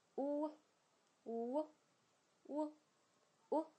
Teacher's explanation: 把你的后舌呢抬高，双唇呈圆形，双唇呢中间突出，然后呢向两边慢慢地收回。 · Term: 后元音 · IPA: /u/